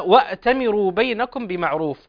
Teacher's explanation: فنحقق تسكين الهمزة بلا قلقلة